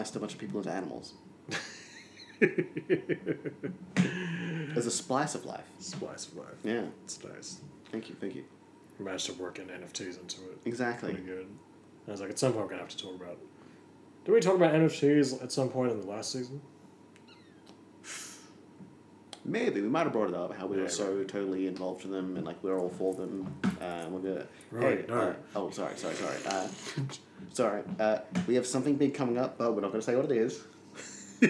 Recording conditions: sounds in the background